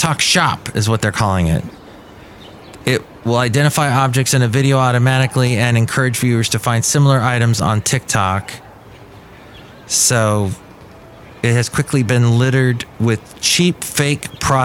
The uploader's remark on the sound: podcasts live from Café Anyway